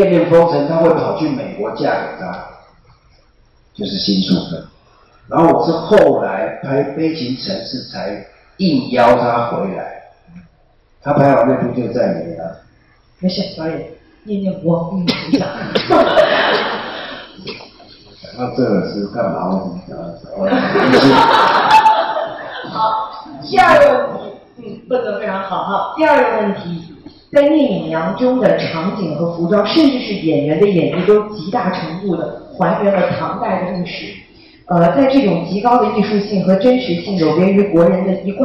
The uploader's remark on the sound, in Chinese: 北京师范大学现场实录